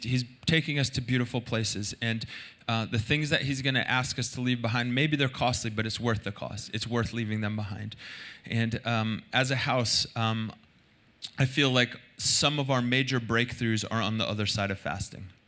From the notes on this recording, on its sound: Recorded Sunday Night Service at Reunion Hawaii